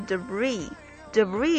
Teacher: 注意它的重音是在后面，而且这个 s 是不发音的